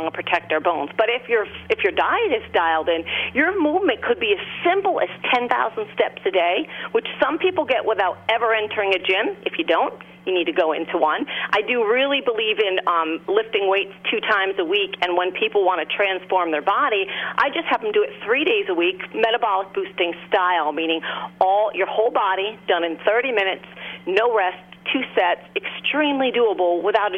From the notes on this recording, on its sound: joined via phone